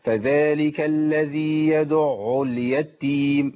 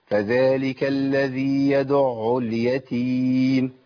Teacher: فذلك الذي يدع اليتيم، انا عندي العين هنا مشدده، يبقى ايه افضل تجيب بتاعها، اقول يدع، ما قلتش يدع اليتيم، يدع اليتيم، لا يدع من غير ما ابقى طبعا فخمش، ما قلتش يضع، يضع لا ما انتش حتى سبب للتفخيم يعني. اليتيم، في ناس كتير شددت التاء، والتاء عندي مش مشدده، اليتيم على طول · Shown in: second take